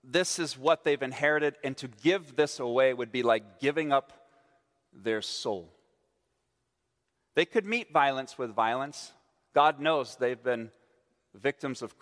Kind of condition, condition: setting, large echoing room